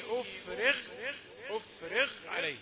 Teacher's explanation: الدرجة الثالثة في تفخيم الغين تقل قليلا بسبب الكسرة التي قبلها، كسرة الراء أفرغ عليه قطرة.